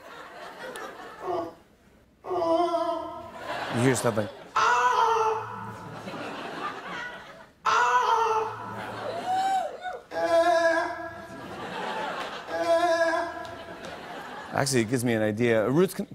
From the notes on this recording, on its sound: takes suggestions from the audience